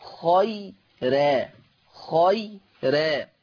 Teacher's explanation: الراء هنا مرققة ليه؟ لأنها راء مفتوحة وقبلها ياء ساكنة، قبلها ياء ساكنة، فهتصير خيرا، خيرا، لأنها مفتوحة ومسبوقة بياء وياء لينة، مسبوقة بياء لينة. · Term: ترقيق الراء